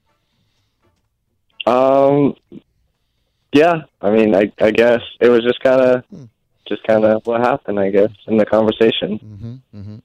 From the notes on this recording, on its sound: Phone-A-Friend. LIVE.